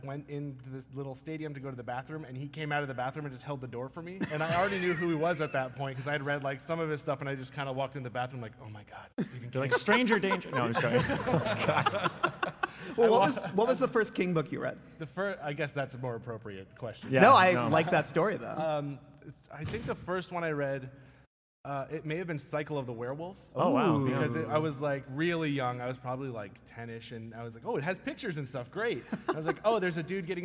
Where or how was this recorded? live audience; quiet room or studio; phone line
live audience